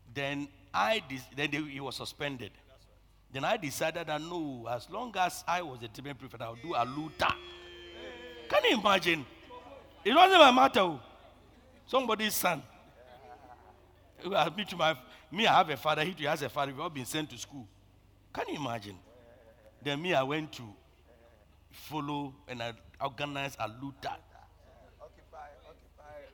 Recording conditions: large echoing room